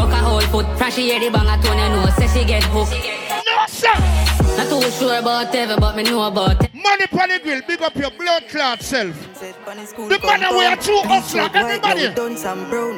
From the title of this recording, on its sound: LIVE AT STRIPPER FEST NOV.10TH 2023